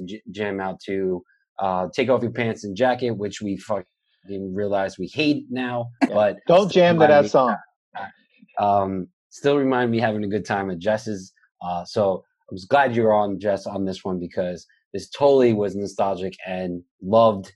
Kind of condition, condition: link, video call